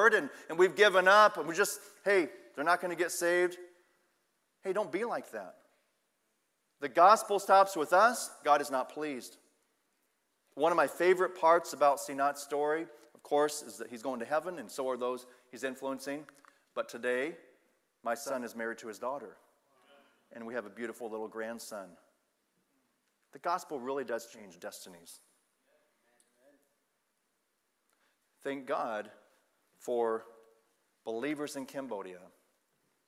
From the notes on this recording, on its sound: Sunday Evening Service